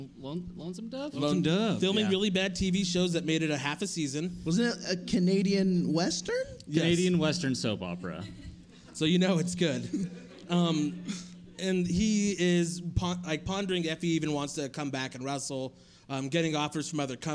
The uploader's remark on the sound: This is our first ever live show from Storyfort during Treefort Music Fest 2019!